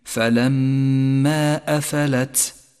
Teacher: حرف التاء ضعيف بدون صفة الهمس، فأجري النفس معه لتقويه